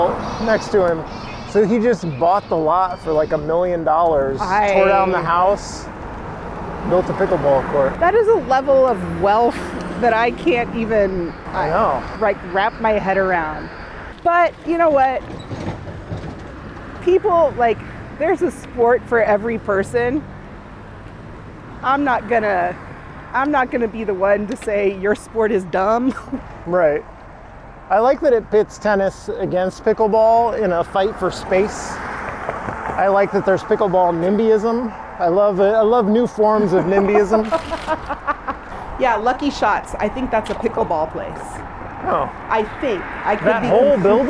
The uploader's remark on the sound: A special episode of the Wedge LIVE podcast recorded on bikes in Northeast Minneapolis